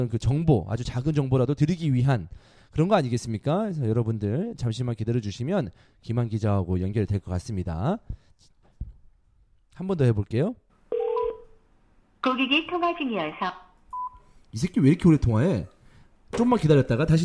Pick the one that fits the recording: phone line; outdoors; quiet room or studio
phone line